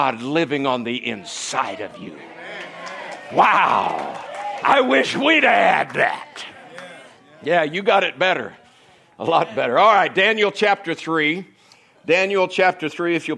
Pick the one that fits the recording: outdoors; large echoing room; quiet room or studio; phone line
large echoing room